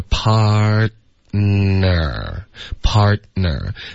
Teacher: partner 特的音呢肯定会省略